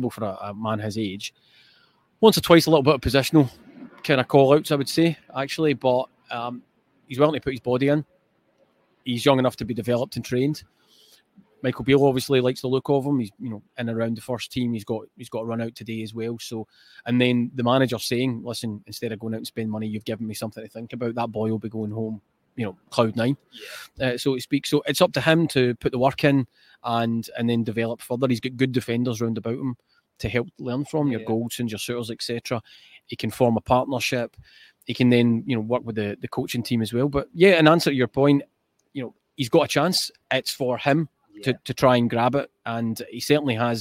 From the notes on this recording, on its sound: live from Ibrox